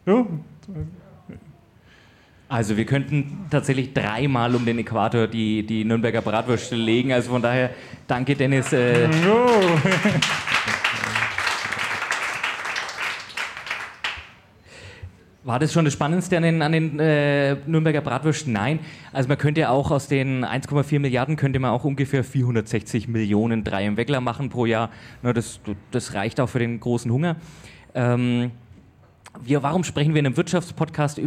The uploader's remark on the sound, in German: Die Wundersame Wirtschaftswelt ist live auf der Bühne zu hören UND zu sehen! Dieser Live-Aufnahme.